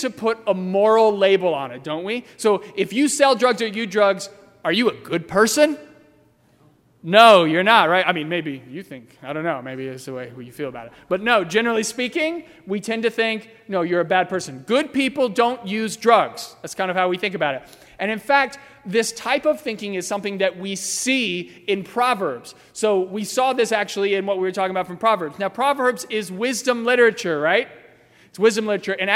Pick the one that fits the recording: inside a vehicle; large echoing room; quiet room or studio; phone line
large echoing room